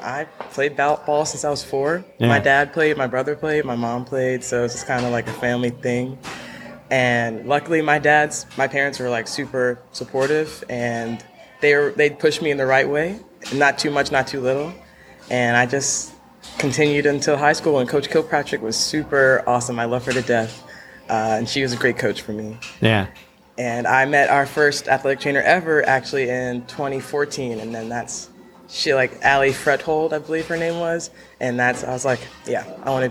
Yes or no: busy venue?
yes